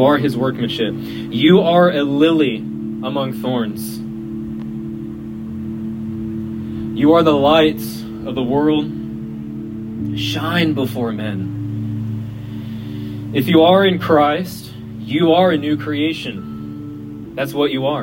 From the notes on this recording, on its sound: We apologize for the quality of the audio, as it was recorded outside.